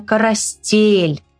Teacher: В слове «коростель» ударение падает вот на звук «э», да, который обозначен буковкой «е».